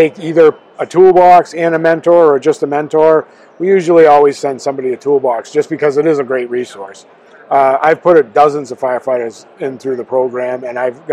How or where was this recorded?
busy venue